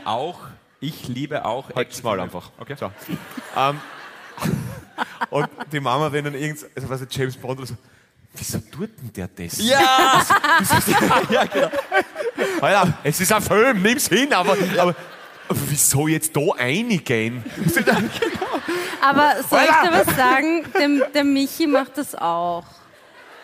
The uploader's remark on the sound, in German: Hawi D'Ehre LIVE aus Salzburg